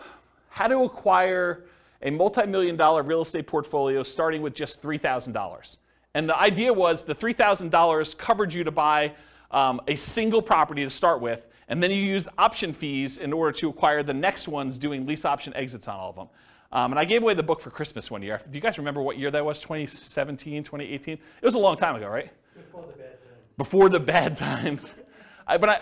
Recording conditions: live audience